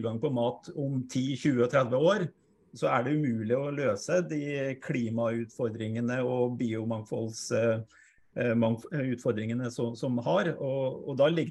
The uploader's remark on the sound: Live Zoom